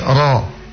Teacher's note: huruf ro yang berharokah fathah dan huruf ro yang berharokah dhamma ditebalkan